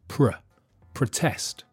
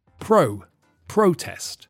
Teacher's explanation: in the verb, the first vowel sound is weak · Shown in: first take